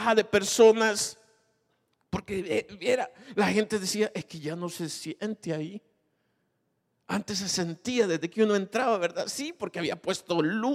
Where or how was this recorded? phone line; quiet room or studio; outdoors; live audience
live audience